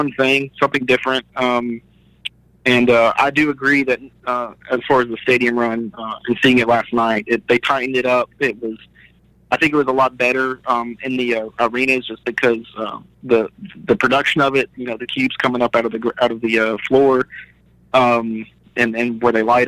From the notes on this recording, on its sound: Metal Tales From The Road (Louisville, KY). Gets on the phone.